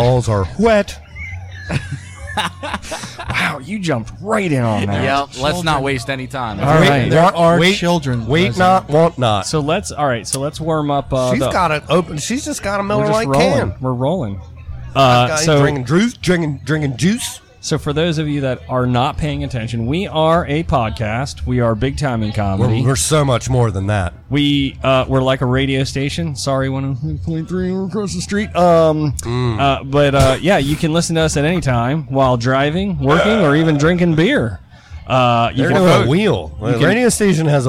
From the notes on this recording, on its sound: Live from The Downtown GrooveFEST in Cambridge MD